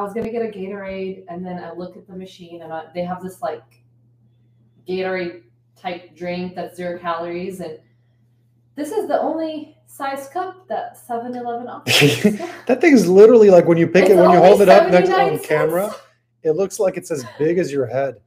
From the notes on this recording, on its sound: FML, another episode where the mics didn't connect for whatever reason and the sound is unclear.